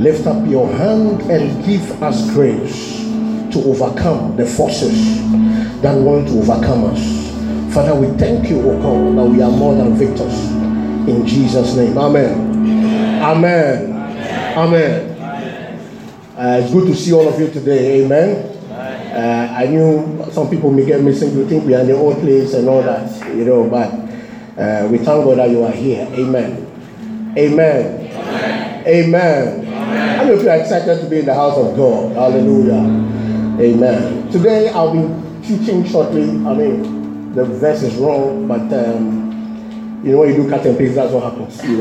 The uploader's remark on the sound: This message was preached at the July edition of the TOTS Service.